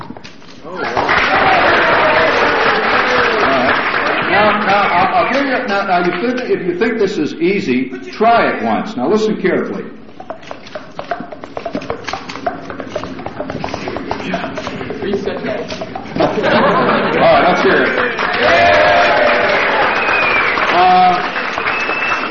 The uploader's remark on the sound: Press Conference